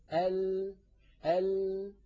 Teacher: إلى الفم ويقول الإنسان ال يجد الهواء أمامه هذه المنطقة مغفلة، فينحرف بعض الصوت عن يمين اللسان عن يمين الحافة وبعضه عن يسار الحافة ثم يتابع الهواء طريقه إلى الخارج · Term: حرف اللام